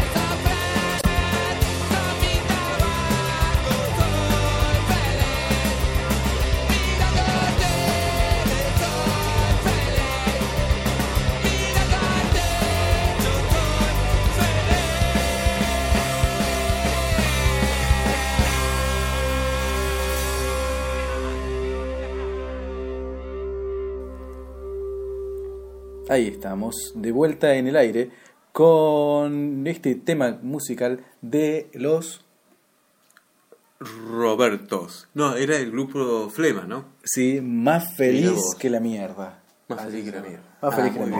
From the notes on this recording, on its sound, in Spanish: unicamente teníamos un iPhone como microfono